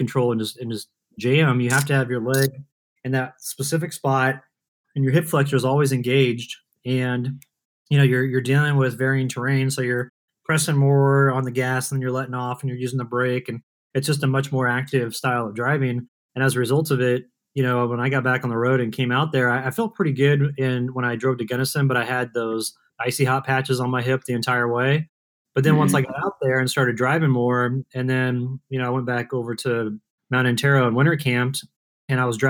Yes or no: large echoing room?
no